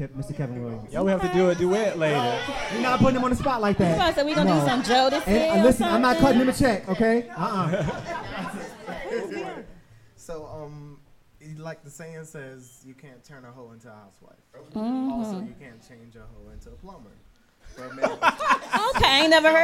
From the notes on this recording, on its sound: Live Show. LIVE in Charlotte, NC!!!!